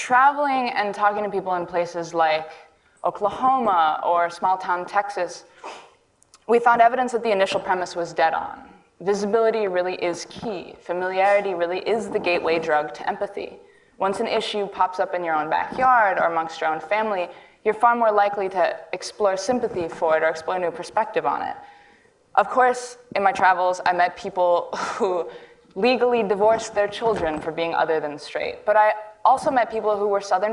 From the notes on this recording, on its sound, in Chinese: 录制于 TEDxWomen。